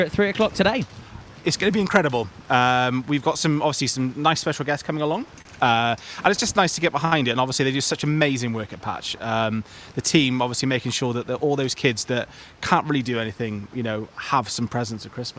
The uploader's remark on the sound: LIVE for the PATCH Toy Appeal from Fountain View, Milford Haven Golf Club.